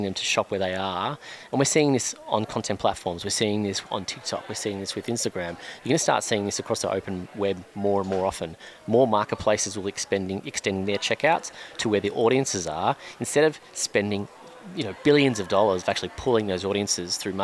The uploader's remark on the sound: Recorded live at Advertising Week New York 2023.